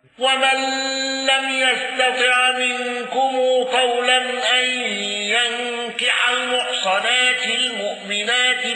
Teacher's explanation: ابن الأخرم بالسكت مع الغنة